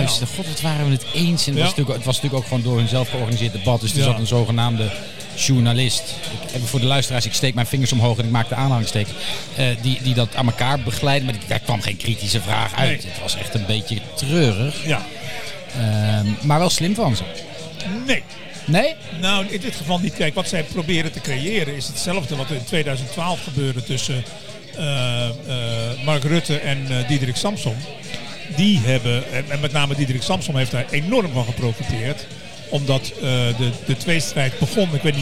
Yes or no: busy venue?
yes